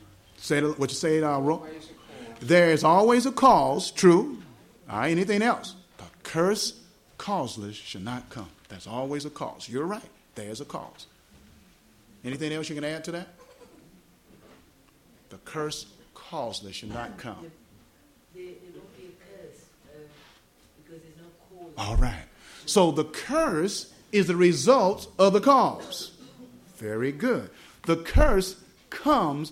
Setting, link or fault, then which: setting, live audience